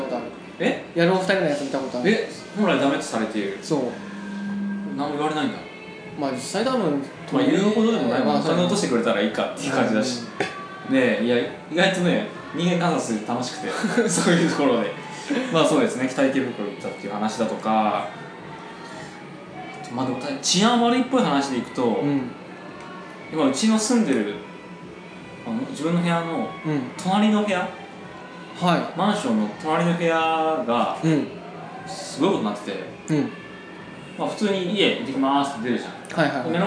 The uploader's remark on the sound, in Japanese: カラオケで録音したので若干後ろがうるさいかもしれませんがあしからず。